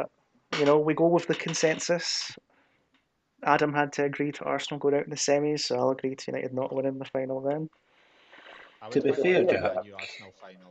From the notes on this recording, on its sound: We are aware of some audio issues